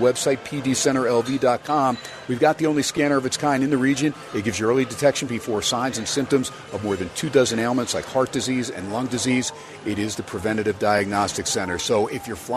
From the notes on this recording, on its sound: "Live" from #SteinersPub in #LasVegas